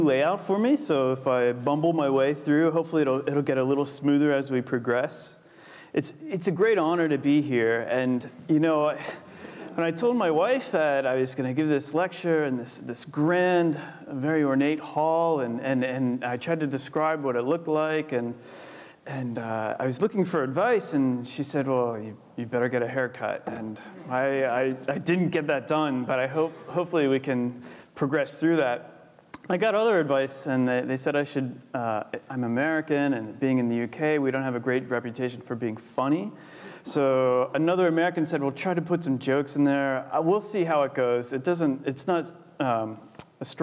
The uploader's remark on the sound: Recorded 25 September 2014 at the University of Edinburgh's Anatomy Lecture Theatre.